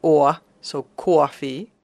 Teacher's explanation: Long Islanders can have a very strong diphthong in the first syllable, in which they say "or," so coffee. · Term: coffee vowel